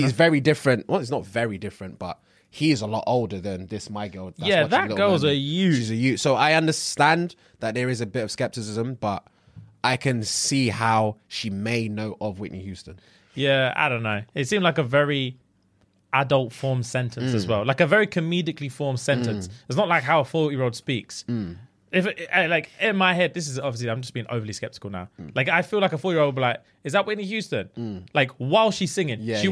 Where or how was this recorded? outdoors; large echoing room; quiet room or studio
quiet room or studio